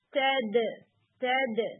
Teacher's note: تا میں آپ نے ایئر بلو کرنی ہے اور دال میں نہیں کرنی. تد تد، تو دونوں لیٹرز الگ الگ لگنے چاہیے ایک جیسے نہیں.